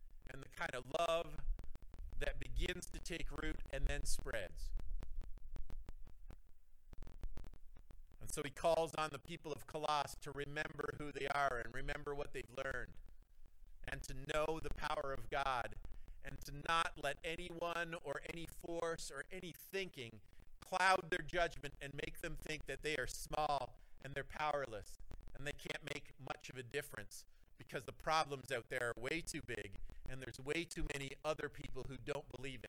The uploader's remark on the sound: the audio is not spectacular this week